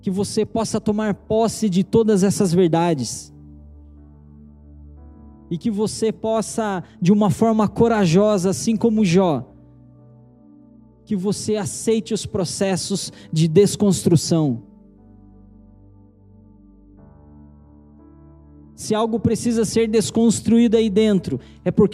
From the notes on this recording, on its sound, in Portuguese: Pregação transmitida ao vivo